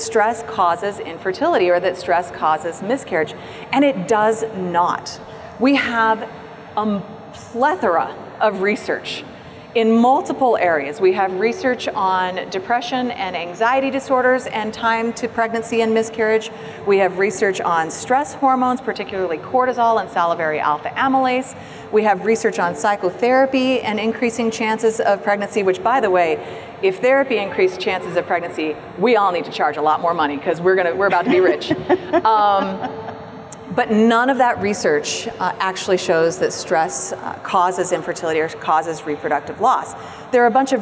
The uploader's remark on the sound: Live from APA 2019